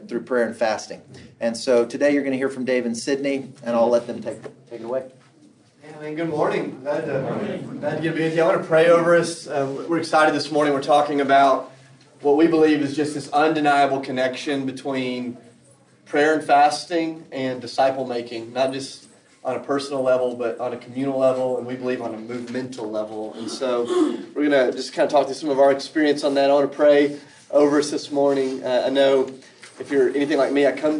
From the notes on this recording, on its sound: This episode is from Renew, recorded at the National Disciple Making Forum.